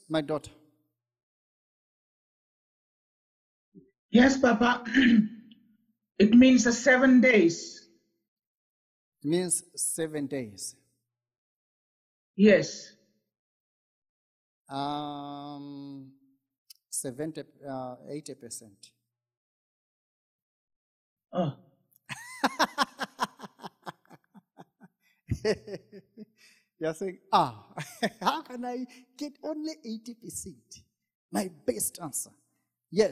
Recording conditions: large echoing room